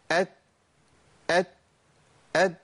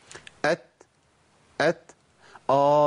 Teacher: ما ينفعش تطلع تاء بدون همس · Shown in: second take · Term: الهمس